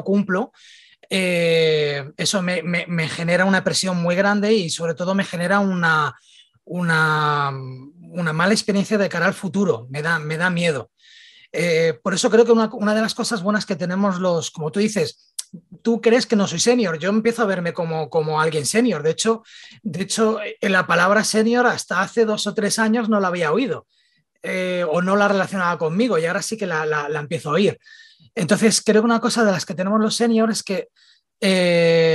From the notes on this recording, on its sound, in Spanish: Viajamos a Barcelona y nos tomos la segunda parte del café virtual.